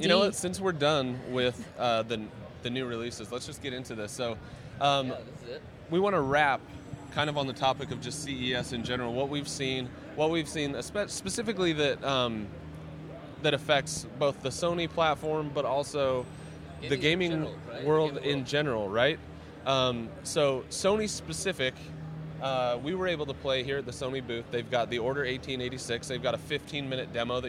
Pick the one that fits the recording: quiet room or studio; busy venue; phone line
busy venue